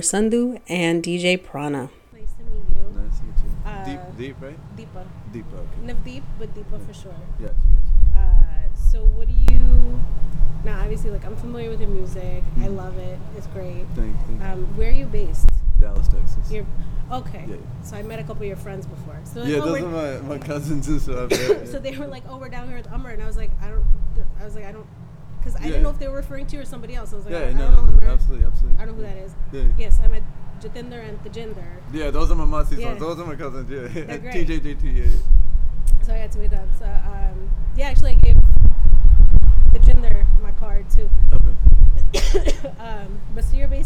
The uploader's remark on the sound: On a windy March evening, sat atop a rooftop while a bustling music industry conference took place beneath us